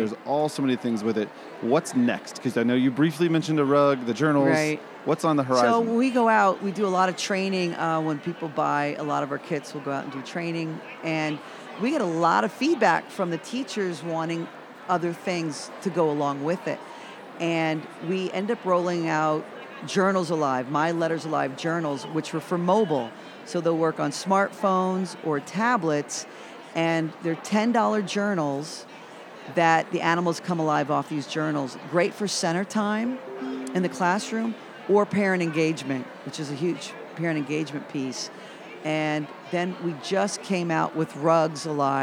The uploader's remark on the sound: This episode was prerecorded at a conference in the exhibit hall booth of one of my favorite companies, Alive Studios!